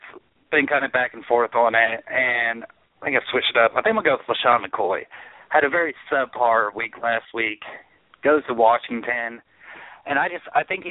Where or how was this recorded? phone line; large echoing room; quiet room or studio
phone line